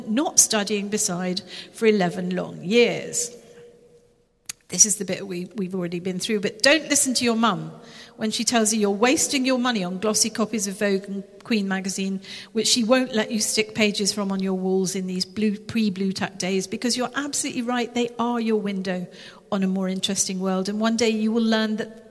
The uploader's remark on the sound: Live in Harrogate. Recorded in front of a live audience under the high vaulted ceiling of St Wilfred's in Harrogate.